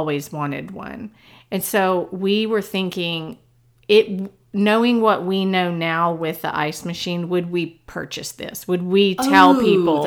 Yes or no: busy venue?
no